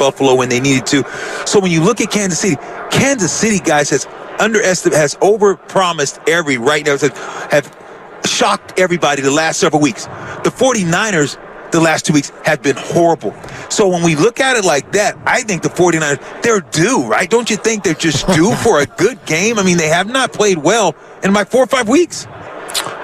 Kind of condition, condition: setting, busy venue